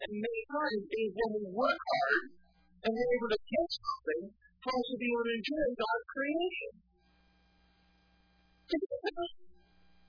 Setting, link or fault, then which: setting, large echoing room